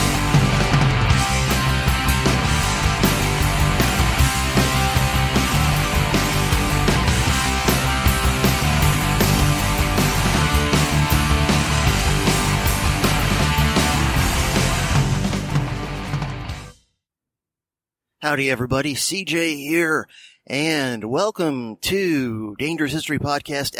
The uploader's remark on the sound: Because he just moved (and it'll be a little while before the new home studio/office/Batcave is fully operational). A Silver Bullet Episode (ie, one recorded during his commute to his teaching dayjob).